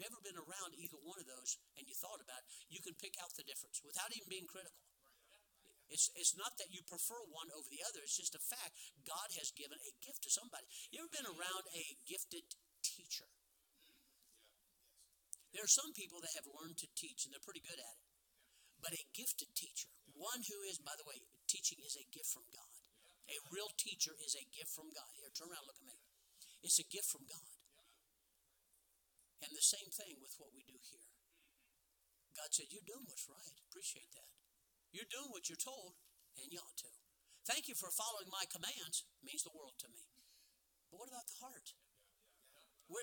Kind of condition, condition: setting, large echoing room